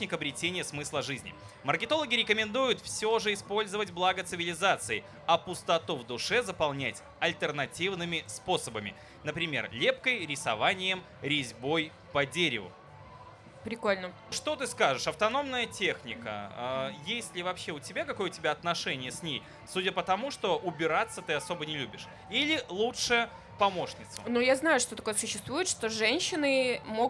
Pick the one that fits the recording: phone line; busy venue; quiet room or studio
busy venue